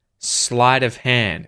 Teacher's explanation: Sleight and hand are the words being stressed.